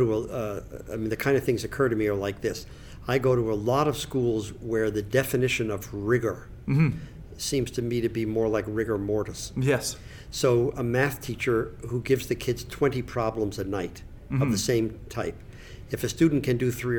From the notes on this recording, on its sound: Conversations from the Heads and Chairs Conference